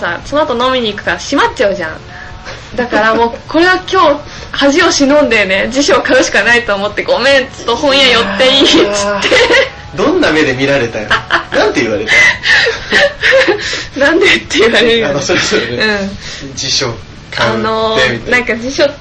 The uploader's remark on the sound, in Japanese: USTREAMの規約変更に伴い日常改善TVのアーカイブが削除されてしまうことになりました。このPodcastで日常改善TVの一部を移植し紹介することとしました。音声が汚かったりとアナログ感があるのですがそこは目をつぶってください。